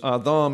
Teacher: The Hebrew has a TH sound for the D. So it's Adam in the Hebrew, Adam in the Greek, and it means man.